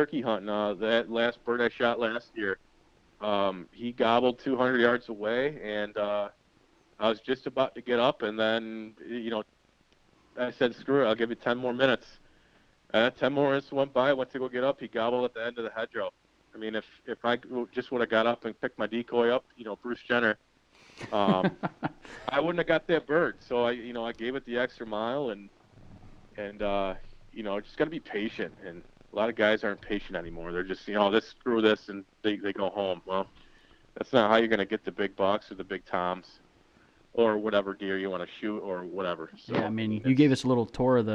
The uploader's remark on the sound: he sits down with us via phone